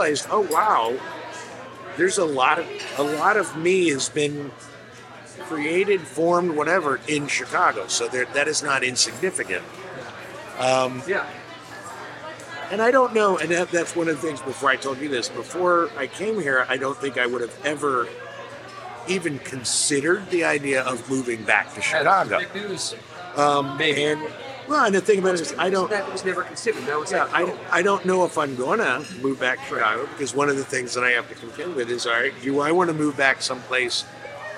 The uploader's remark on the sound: Live from Chicago! They convene at the Cornerstone Cafe for breakfast and recorded the ApeCast amongst other diners and also have a lovely breakfast.